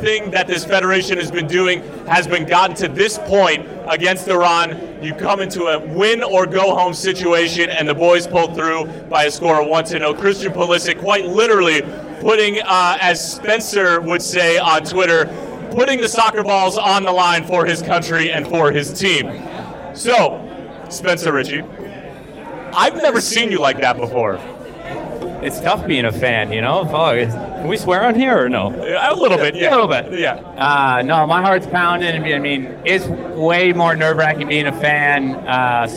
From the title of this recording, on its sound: LIVE at the Fire Pitch